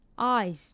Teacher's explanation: 这边的 eyes 是 z 的音，eyes 是长音